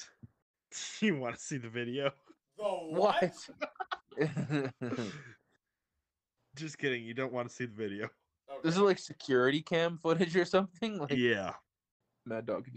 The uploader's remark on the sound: If you listen closely you may even hear us as we try and record a podcast from three different parts of BC! Sorry for the technical difficulties this week.